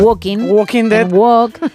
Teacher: Os diría que no pronuncian la L, al igual que ocurre en Walking. · Term: sin L